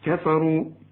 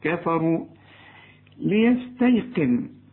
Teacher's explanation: الكاف في عموم القرآن مرققة، كفروا، والفاء برضو مرققة